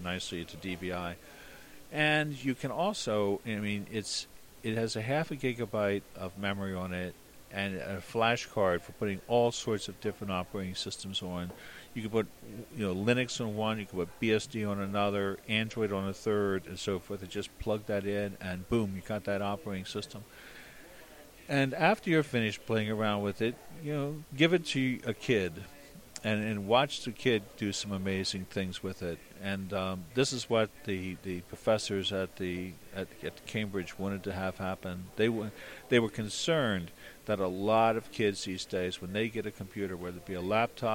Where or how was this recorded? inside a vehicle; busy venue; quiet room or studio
busy venue